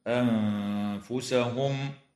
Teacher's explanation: وتخفى النون الساكنة عند الفاء مع الغنة مرققة في كلمة أنفسهم